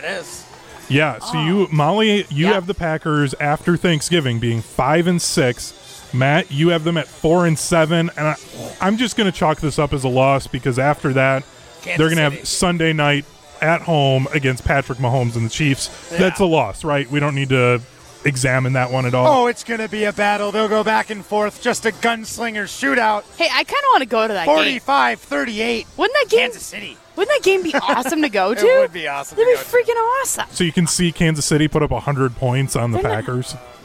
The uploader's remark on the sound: live from Lake Windsor Country Club